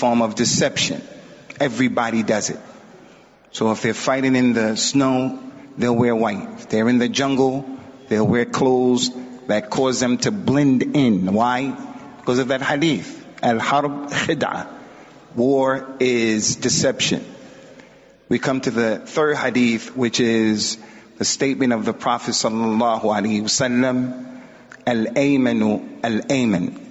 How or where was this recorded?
large echoing room